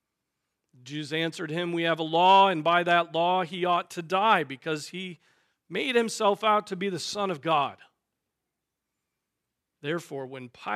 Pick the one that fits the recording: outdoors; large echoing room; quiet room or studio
large echoing room